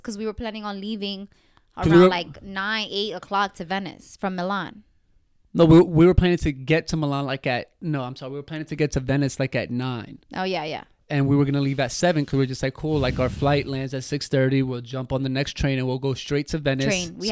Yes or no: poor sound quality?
no